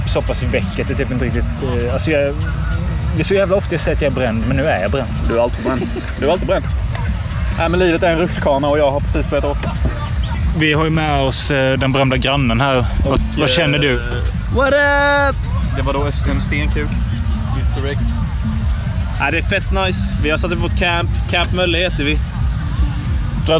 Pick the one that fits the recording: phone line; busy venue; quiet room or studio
busy venue